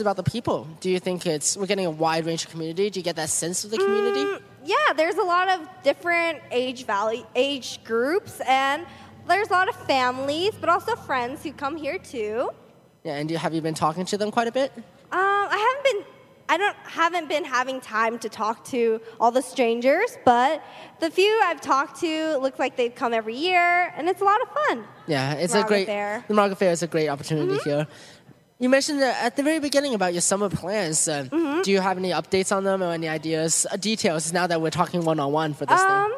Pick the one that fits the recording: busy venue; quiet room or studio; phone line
busy venue